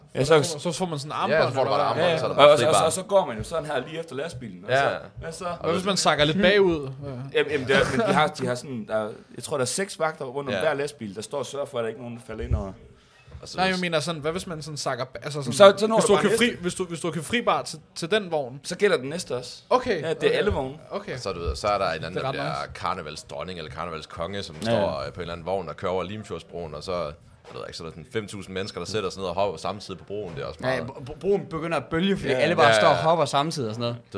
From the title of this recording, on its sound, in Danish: Live Fra Guldgrillen!